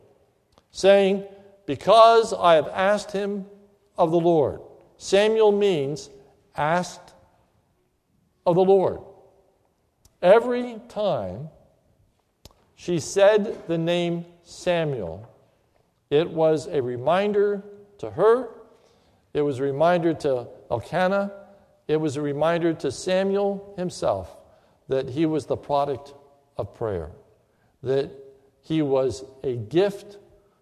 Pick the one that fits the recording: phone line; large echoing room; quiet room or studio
large echoing room